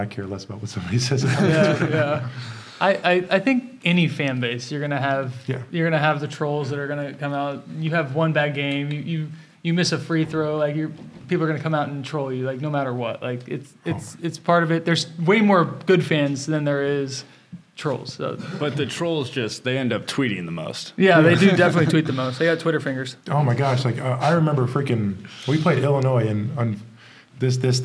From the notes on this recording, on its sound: The first-ever live episode of Rock Chalk Unplugged. The first-ever live episode of Rock Chalk Unplugged. A handful of Kansas fans got to participate in a live Q&A.